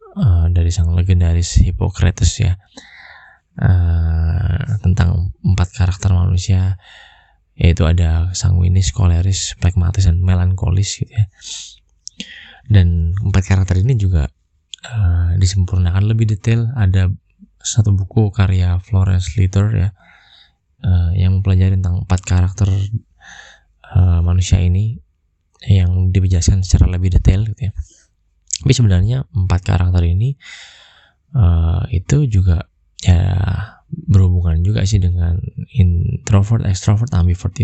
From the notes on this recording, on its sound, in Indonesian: Mohon maaf audio kurang maksimal.